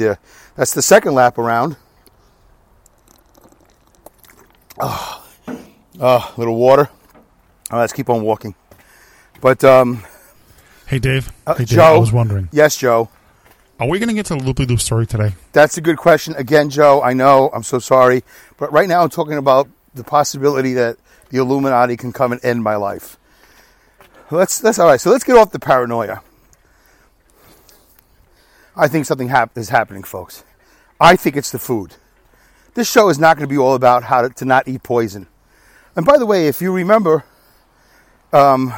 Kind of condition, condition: setting, outdoors